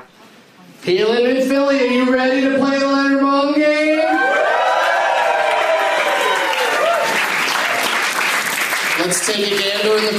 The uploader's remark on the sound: plays The Leonard Maltin Game against audience members at Helium Comedy Club in Philadelphia, PA.